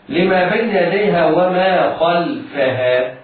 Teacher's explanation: الخاء في خلفها مفتوحة فهي مفخمة في الدرجة الثانية أو في المرتبة الثانية من مراتب التفخيم، لأنه ليس بعدها شيء، مفتوحة وليس بعدها شيء.